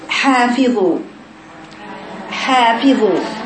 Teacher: حرف الحاء حرف حلقي، أي يخرج من الحلق، وأما مكانه فهو يخرج من وسط الحلق